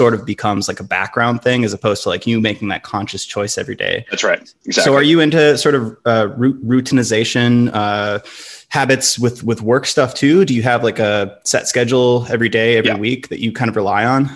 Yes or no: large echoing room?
no